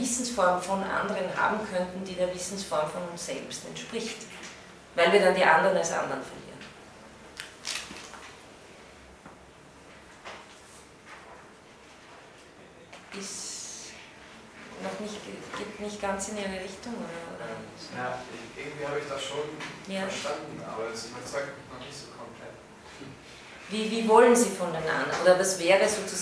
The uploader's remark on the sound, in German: von Studierenden aufgezeichnet